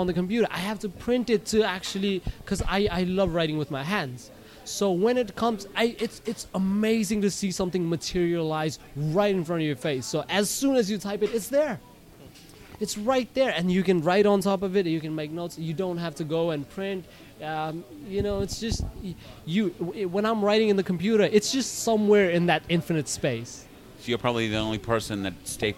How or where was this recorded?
busy venue